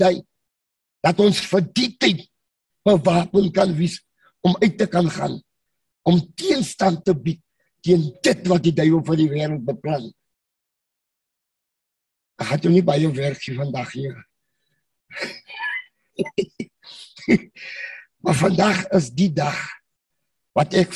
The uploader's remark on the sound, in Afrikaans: Manne van die Woord Zoom Byeenkoms 31 Mei 2022.